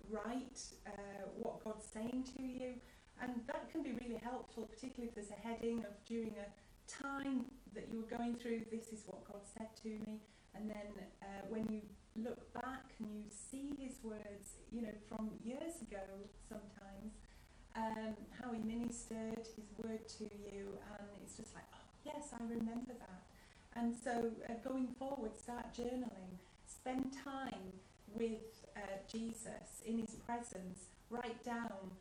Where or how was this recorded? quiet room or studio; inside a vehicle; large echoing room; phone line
large echoing room